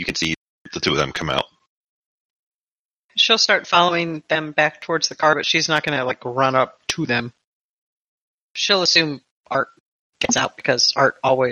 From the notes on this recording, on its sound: Audio quality isn't the best - Bots have bottom priority for Discord bandwidth and we've done what we can for the issues we were seeing.